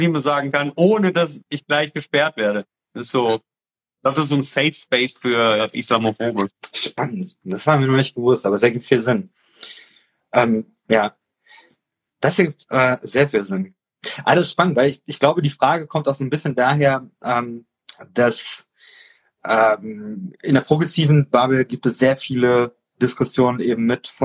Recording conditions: video call